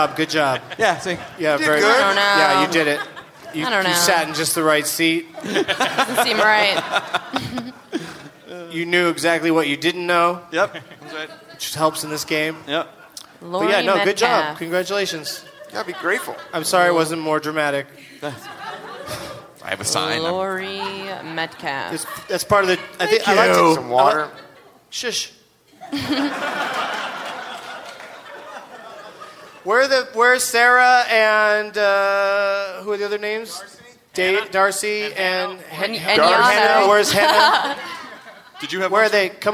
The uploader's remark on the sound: Recorded live at the Gramercy Theatre in New York City